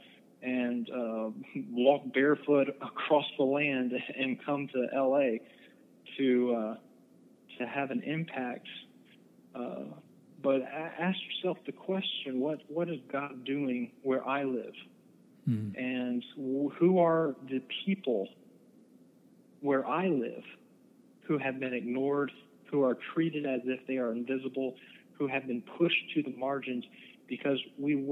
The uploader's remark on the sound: I talked on the phone